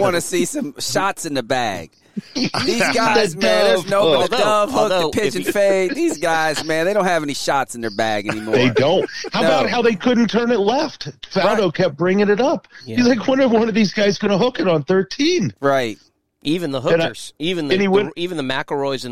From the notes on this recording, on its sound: In the "Mobile Strike Studio" for a full Masters recap. Joins by phone.